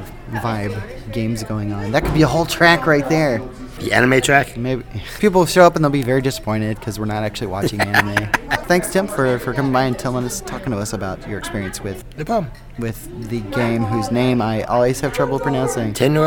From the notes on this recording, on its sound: Recorded at ShushCon